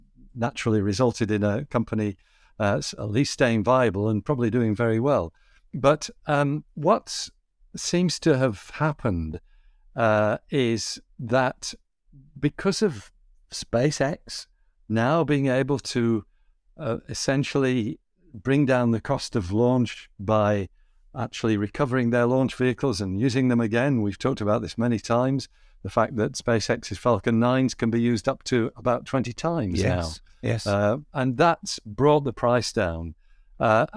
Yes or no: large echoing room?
no